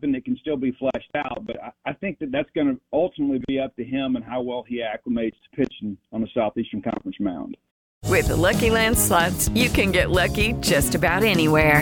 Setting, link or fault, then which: link, phone line